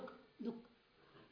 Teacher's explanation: ना विसर्ग बोलेंगे ना जीवामूली बोलेंगे, दुख दुख हो गया